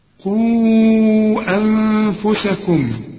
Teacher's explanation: ده المد المنفصل ولازم تمد أربع حركات